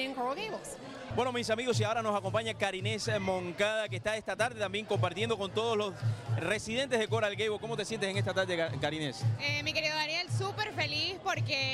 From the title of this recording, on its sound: OFFICIAL RIBBON CUTTING OF THE CORALGABLES VISITOR CENTER